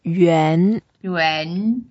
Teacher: 公园 is the second tone, so we go up